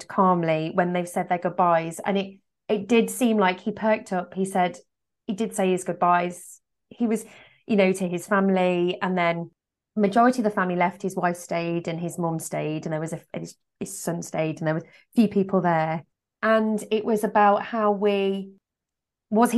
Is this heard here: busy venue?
no